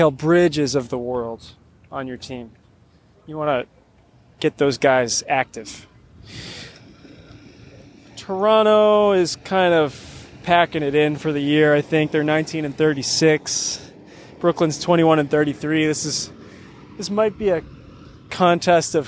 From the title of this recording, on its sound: Live from across the street from the Chase Center